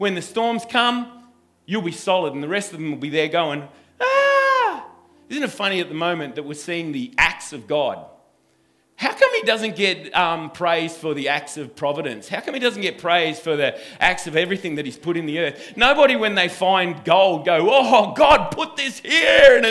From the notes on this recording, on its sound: This message was recorded on 09/02/2020 at the 9am gathering.